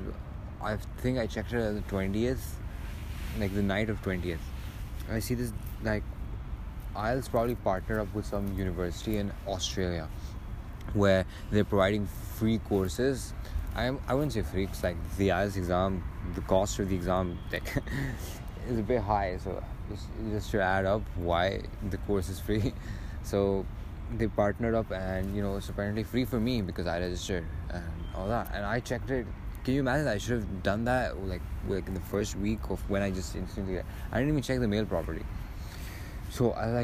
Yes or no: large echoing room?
no